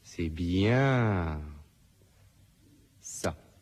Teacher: Un accent mis sur « bien », un étirement. Bien. Et un suspens avant que « ça » arrive.